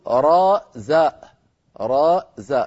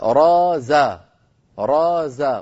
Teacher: الزاي حرف من حروف العربية، الاسم المشهور له زاي، زاي، زاي ألف ياء زاي، لكن من العربي من يقول زاء راء زاء، فإذا قلت زاء لك أن تهمز وألا تهمز، فتقول را زاء را زاء، ولك أن تقول راء زاء راء زاء، فلك إن قلت زاء فلك أن تهمز وأن لا تهمز، لكن الأشهر زاي.